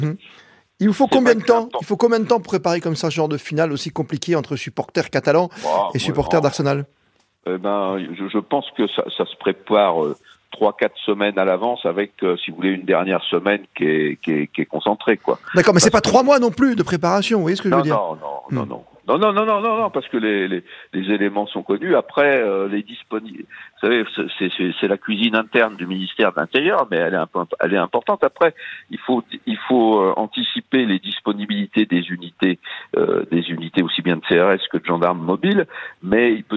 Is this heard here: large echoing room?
no